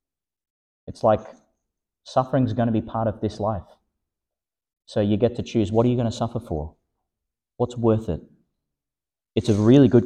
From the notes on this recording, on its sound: Homily for the Sixth Sunday in Eastertide, delivered (at the evening Mass) in Our Lady Star of the Sea Church, Gladstone, Qld.